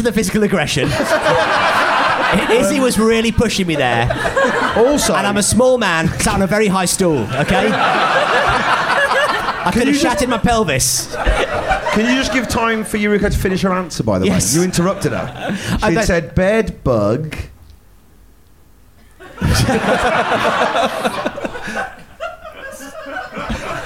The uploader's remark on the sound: Recorded live at The Phoenix in Cavendish Square.